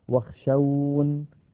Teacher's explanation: ونقف عليها واخشون هكذا بحذف ياء المتكلم